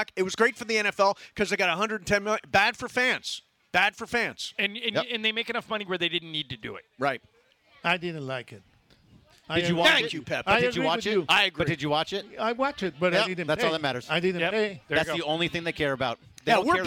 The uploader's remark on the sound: LIVE From Ralphs in Redondo Beach!